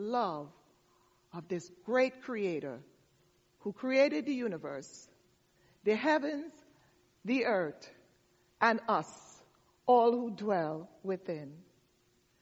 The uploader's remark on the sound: delivered the message for our All Saints Service